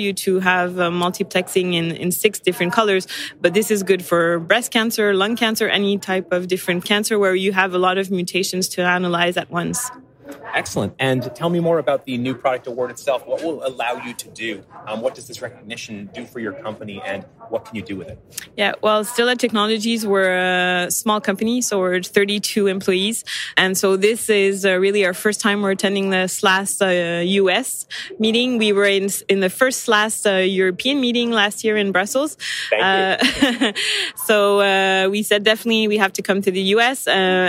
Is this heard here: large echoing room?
no